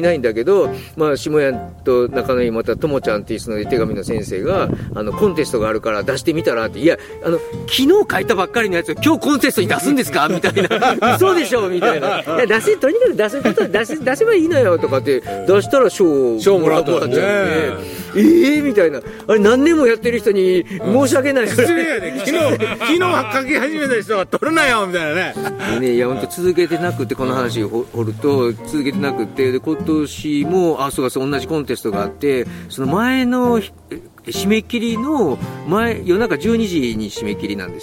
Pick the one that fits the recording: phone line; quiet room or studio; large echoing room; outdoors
outdoors